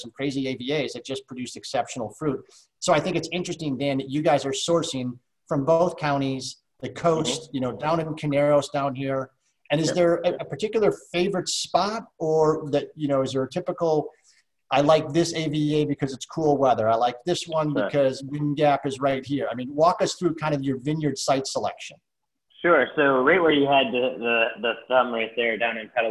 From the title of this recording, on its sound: SIP Virtual Wine Tasting and Q&A